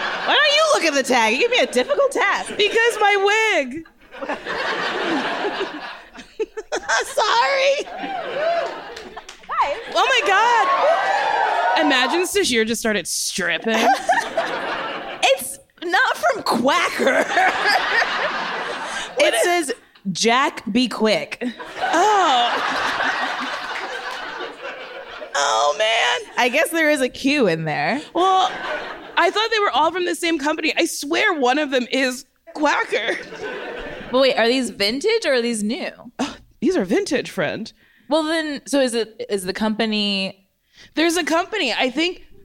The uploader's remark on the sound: audience questions